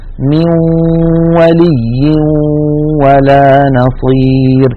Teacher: هنا يا إخوتي عند الإدغام بغنة يخرج صوتان في آن واحد، واو من الشفتين في المثال الذي معنا، وغنة من الخيشوم، مجموع هذين الصوتين يشكل النون المدغمة في الواو. من الأنف يخرج غنة ومن الشفتين تخرج واو، يبدأان معا وينتهيان معا. بعض إخواننا يقول يبدأ بواو ثم يتبعها بغنة، فلا بد من أن يبدأ معا وينتهي معا، ولا يطغى صوت على صوت، يعني 50% غنة و 50% واو، أو 50% غنة و 50% ياء.